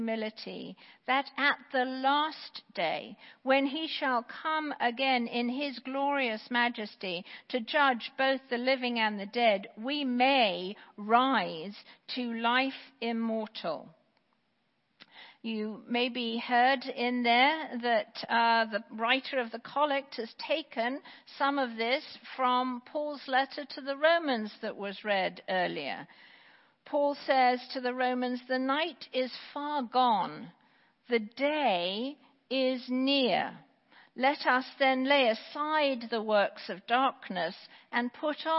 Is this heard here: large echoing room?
yes